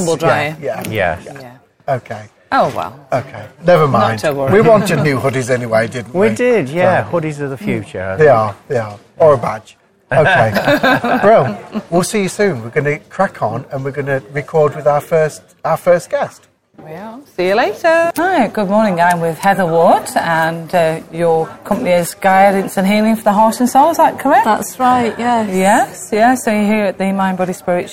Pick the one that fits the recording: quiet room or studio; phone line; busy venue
busy venue